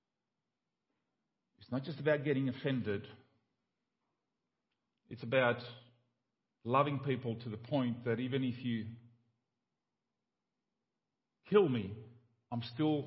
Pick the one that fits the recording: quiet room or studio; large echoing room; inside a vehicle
large echoing room